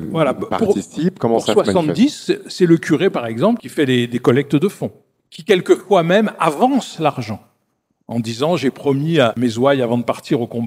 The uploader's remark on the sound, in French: Une table-ronde de France Mémoire issue de l'édition 2023 des Rendez-vous de l'Histoire